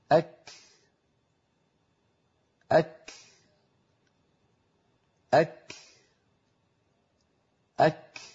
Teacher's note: مخرج الكاف عند الحنك اللحمي والعظمي · Term: الكاف الساكنة